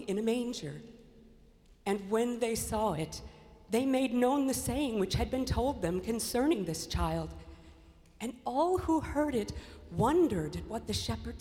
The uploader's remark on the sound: Worship at Myers Park. Live from Myers Park United Methodist Church in Charlotte, North Carolina.